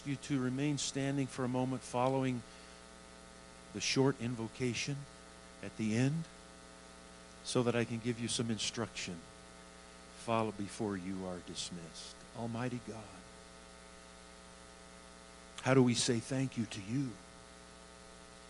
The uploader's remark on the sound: Woodland Life Church Live